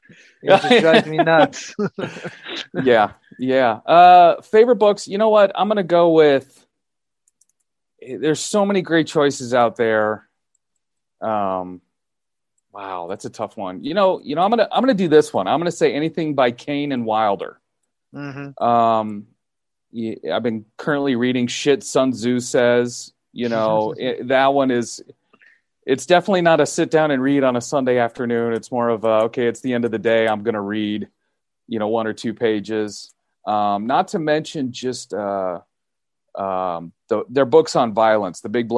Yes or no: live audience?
no